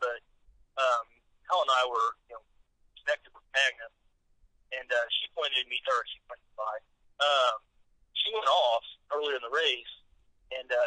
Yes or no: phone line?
yes